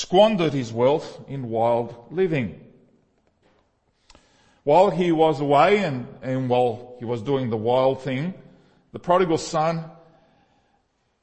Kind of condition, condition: setting, large echoing room